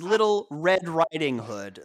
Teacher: The emphasis is on the riding.